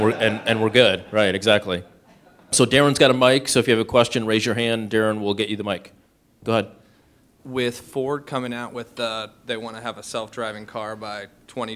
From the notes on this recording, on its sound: This is the audio recording from the live event.